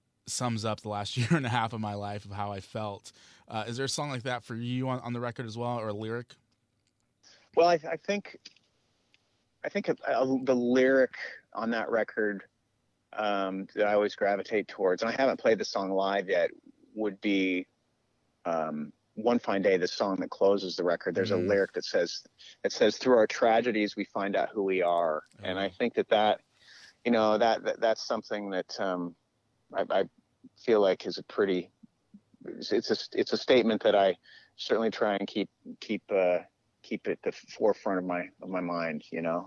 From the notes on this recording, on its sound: called into the show